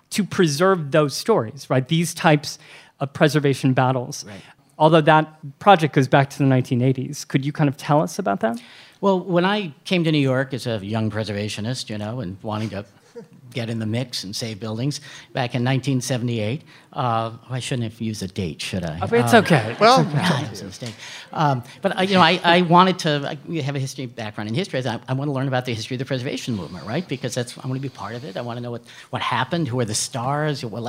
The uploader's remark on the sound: This show was recorded live at the Bell House in Gowanus, Brooklyn, as part of the Brooklyn Podcast Festival